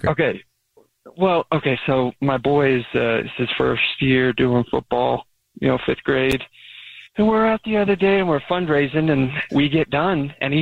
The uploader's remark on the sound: The man on the phone